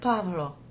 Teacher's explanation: the lips don't come completely together, so it's a very soft sound · IPA: [ β ]